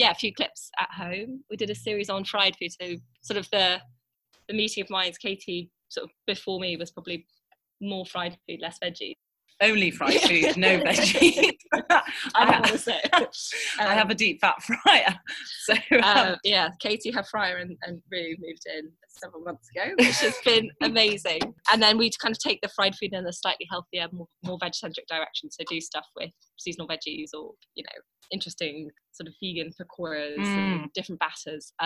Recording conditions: video call